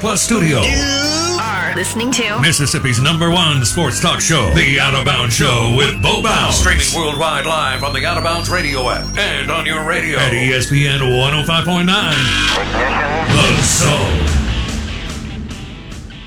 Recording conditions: phone line